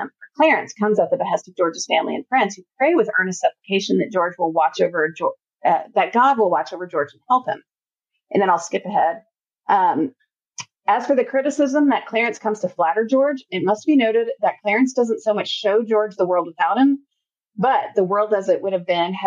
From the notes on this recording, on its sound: please note the sound quality is not up to our standards in this episode